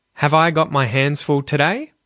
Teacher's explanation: Quite often with questions, whether they are inverted questions or just standard question sentences that haven't been inverted, we can raise the end of the sentence to make sure that the listener knows it's a question